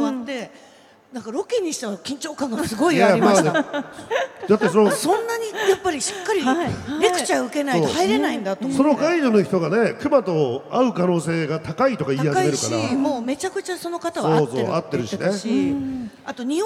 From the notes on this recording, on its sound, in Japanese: イオンモール秋田にて行われた公開収録より。